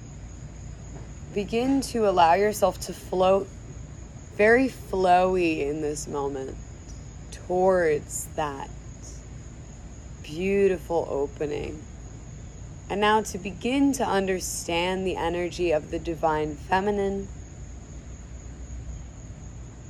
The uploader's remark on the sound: This was a recorded meditation for a 1:1 client of mine back in the fall of 2021. This was recorded in my childhood backyard located in NYC, so prepare to hear some everyday human life noises alongside this guided meditation.